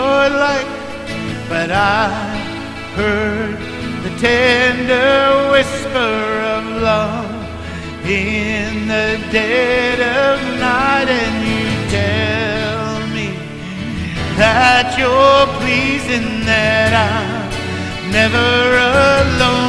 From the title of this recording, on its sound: Mt. Zion Church Live!